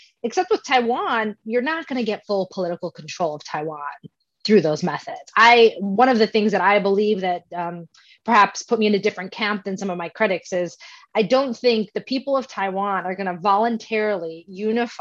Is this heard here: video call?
yes